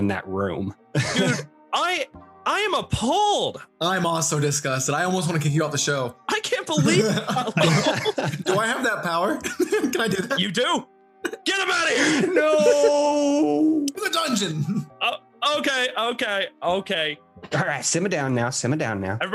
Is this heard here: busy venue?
no